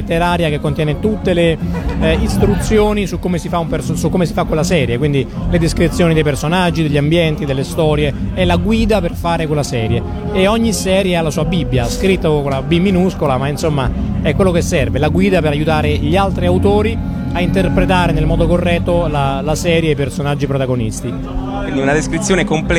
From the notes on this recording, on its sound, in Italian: intervistato a Lucca Comics & Games 2013